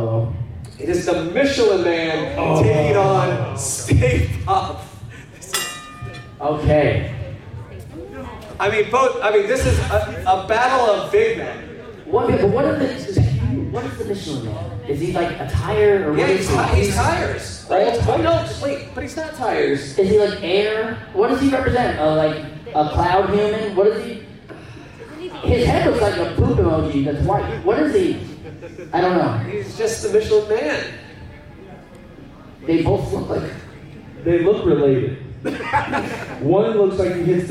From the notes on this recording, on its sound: LIVE at Florida SuperCon! This week we travel down to Florida SuperCon in Miami (a ReedPop convention). Filmed in front of a live studio audience.